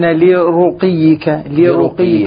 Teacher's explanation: اللام حرف جر والراء هنا مضمومة لا ترقق أبدا